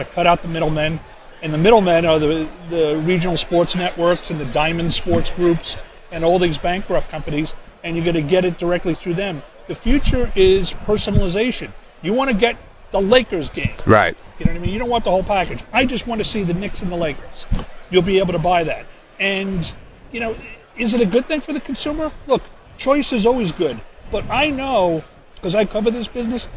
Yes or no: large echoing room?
no